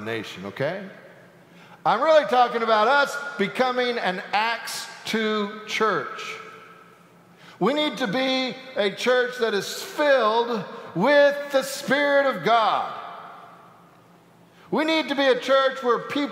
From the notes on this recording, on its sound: Sanctuary Service.